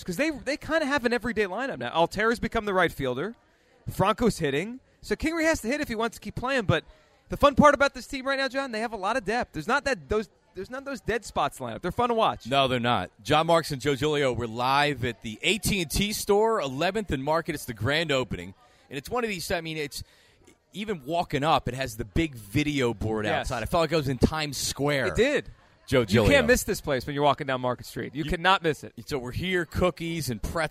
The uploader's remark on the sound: live from the AT&T Store in Philly